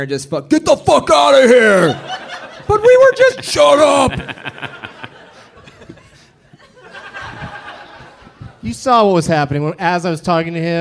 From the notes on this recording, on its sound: Live from Portland, Oregon